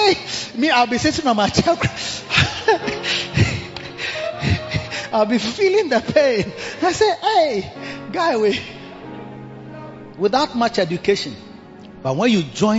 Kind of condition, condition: setting, large echoing room